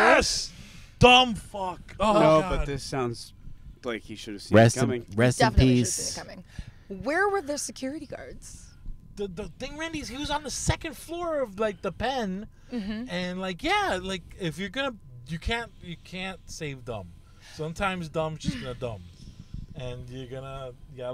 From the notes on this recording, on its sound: Recorded at Thank You Miami